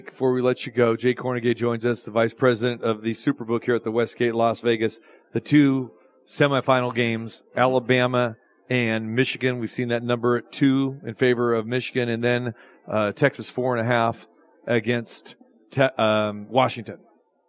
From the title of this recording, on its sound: Live from the Super Book at Westgate Las Vegas